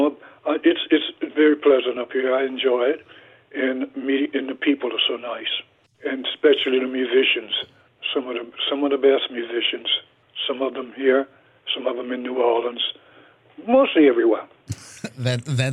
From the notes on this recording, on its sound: hopped on the phone